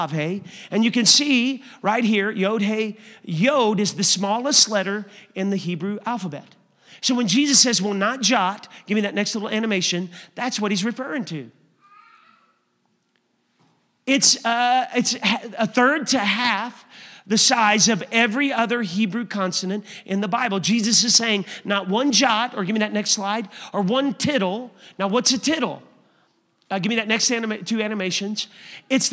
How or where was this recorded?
large echoing room